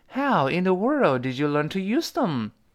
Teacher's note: 这特殊疑问句有后面降调啊